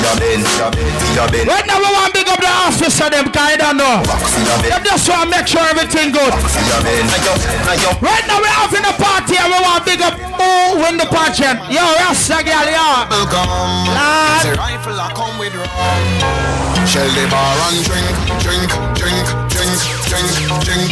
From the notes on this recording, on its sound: LIVE IN CRANE